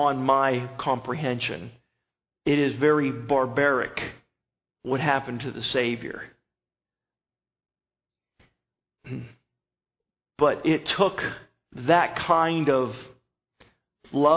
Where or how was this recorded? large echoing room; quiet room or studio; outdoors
large echoing room